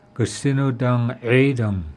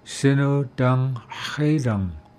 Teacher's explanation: we don't put that extra G syllable in there · Shown in: second take · we say Sino Dang Haidang.